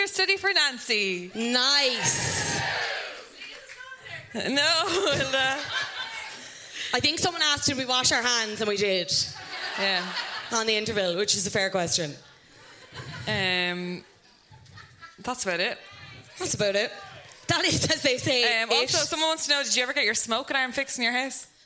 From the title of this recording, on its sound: Live at the Sugar Club